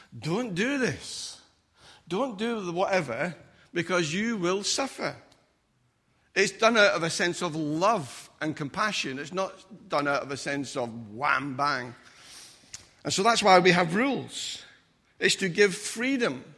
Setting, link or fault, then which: setting, large echoing room